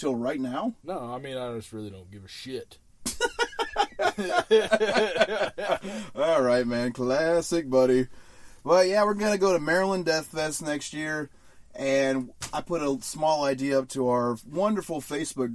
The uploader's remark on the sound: we recorded this episode in a RV